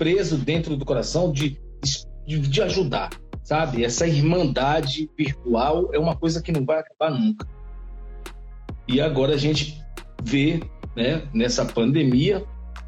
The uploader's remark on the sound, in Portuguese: Os episódios são gravados em lives do Instagram